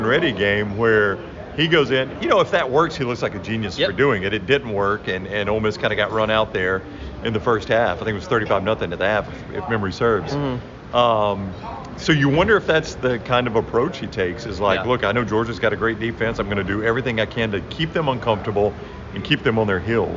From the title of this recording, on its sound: LIVE! From SEC Media Days